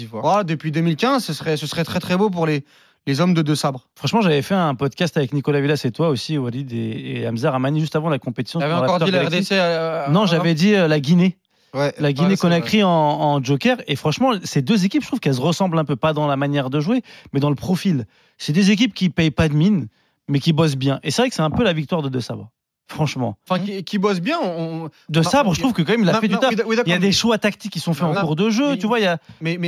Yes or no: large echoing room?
no